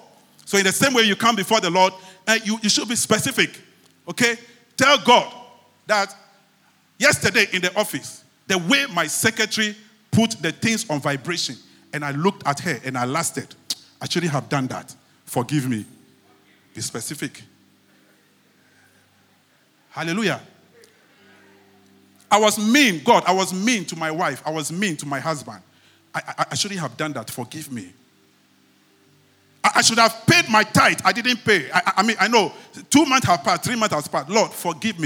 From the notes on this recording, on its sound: Sermon preached at CBC Shiashie